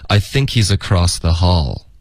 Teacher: I think 跟 he 呢会连读，变成 I thinkhe's